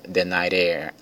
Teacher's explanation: Yes, but I, o T do but, emendando aqui com I, fica but I love the night air. O T do night, emendando com air, aí fica the night air after it rains.